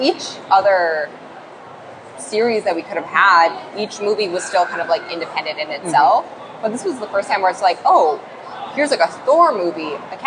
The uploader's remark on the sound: FanExpo Panel. Share my panel from FanExpo Vancouver.